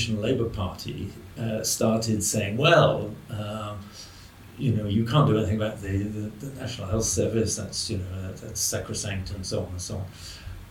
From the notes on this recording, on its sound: Recorded in Oslo, Norway at the 2022 Mont Pelerin Society Conference